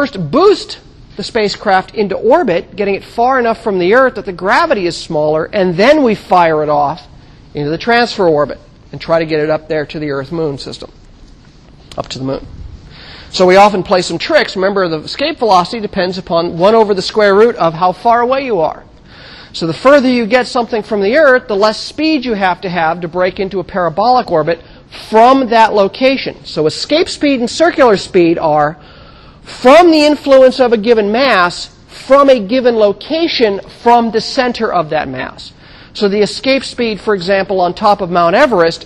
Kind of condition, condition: setting, large echoing room